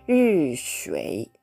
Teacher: 低く沈む音ですので、上から下に一気に下がって低く発音する · Term: 第3世